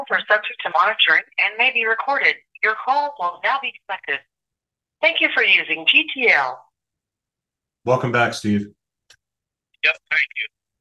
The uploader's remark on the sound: be patient with the audio as it is near impossible to have clear crisp audio through the phones the prisoners speak through